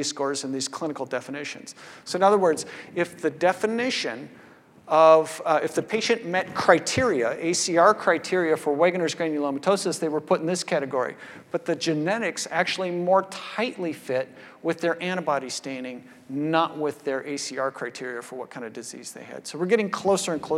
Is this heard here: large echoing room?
yes